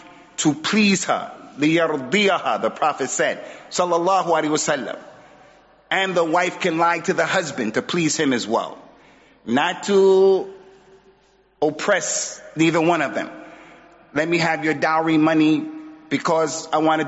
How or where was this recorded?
large echoing room